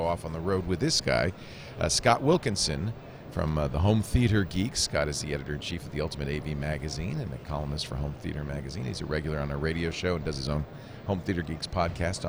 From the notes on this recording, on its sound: Day 1 live coverage of NAB Show 2011. Day 1 live coverage of NAB Show 2011.